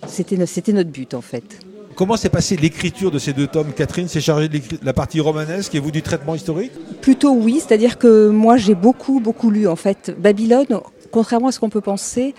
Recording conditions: busy venue